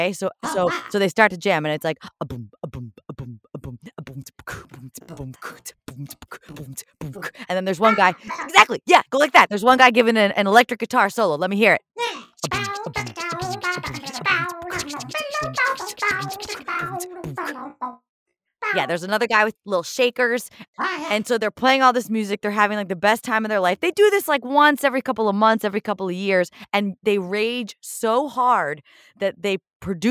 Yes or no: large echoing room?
no